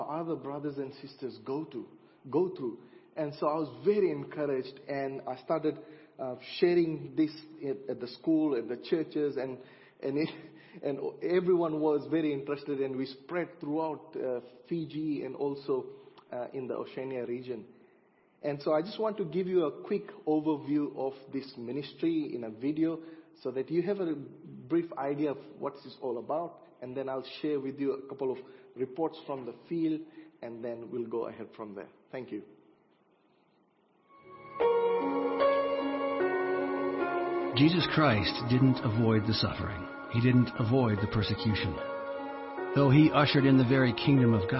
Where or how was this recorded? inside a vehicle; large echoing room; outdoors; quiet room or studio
large echoing room